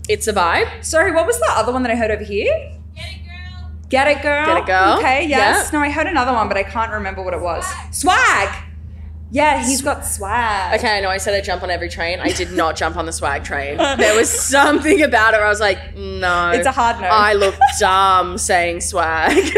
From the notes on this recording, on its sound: coming to you from our Splendour in the Grass LIVE SHOW!